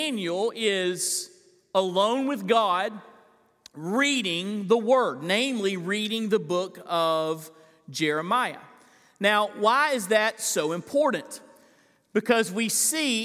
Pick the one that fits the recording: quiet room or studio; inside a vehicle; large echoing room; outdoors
large echoing room